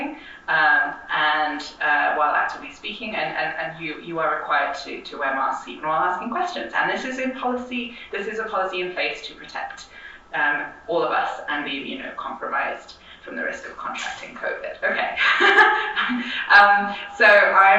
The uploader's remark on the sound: in this session recorded at Socialism 2022